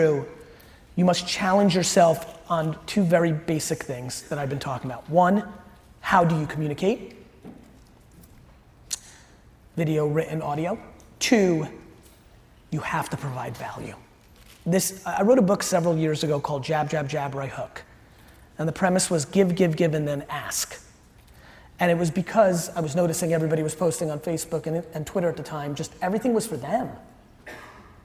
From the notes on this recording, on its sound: Event Planner Expo Keynote. The Event Planner Keynote I gave here in NYC.